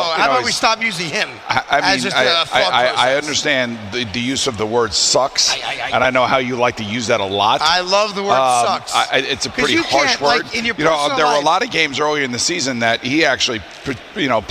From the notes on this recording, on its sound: a special show live from Grand Central Terminal